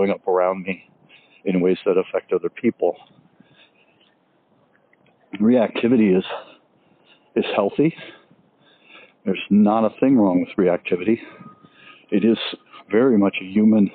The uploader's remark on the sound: Let's take a walk and talk